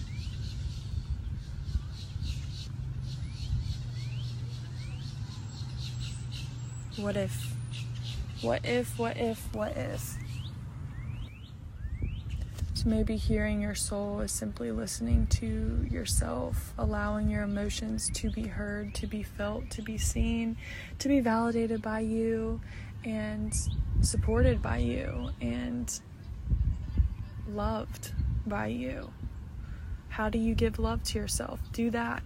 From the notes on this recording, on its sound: I recorded this episode at a park which was the cutest thing ever. You may hear little ones playing in the background.